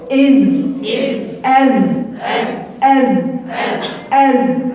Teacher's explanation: لانها ما تعرفش ان الذال اصلا ما فيهاش هوا. الذال ما فيهاش هوا. تاني طرف لساني مع طرف اسناني